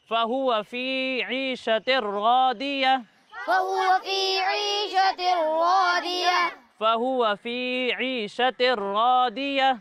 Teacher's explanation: ضاد کو موٹا کر کے پڑھیں گے کیونکہ ضاد حروف مستعلیہ میں سے ہے